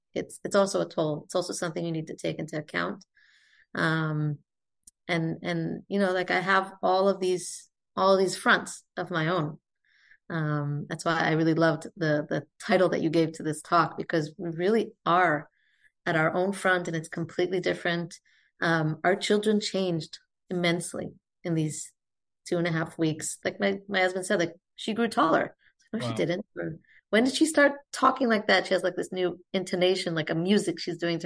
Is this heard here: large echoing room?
no